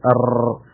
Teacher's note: را کے اندر آپ کی زبان کا جو اوپر والا حصہ ہے وہ بھی شامل ہو جاتا ہے اور وہ جو منہ کے اندر جو رف ایریا ہے، کھردرا ایریا ہے، اس کو جا کر ٹچ ہوتا ہے اور اس سے پھر یہ ار کی آواز پیدا ہوتی ہے.